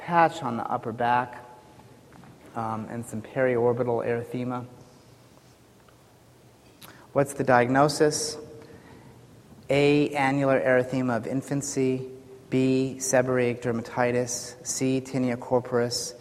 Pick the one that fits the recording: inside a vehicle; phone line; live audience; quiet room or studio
live audience